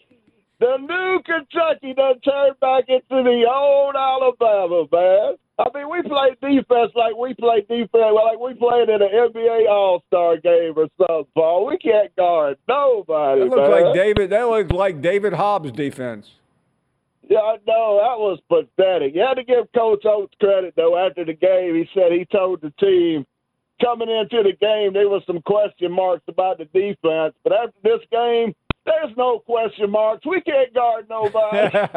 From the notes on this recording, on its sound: Final hour of the show and we get a bunch of favorites call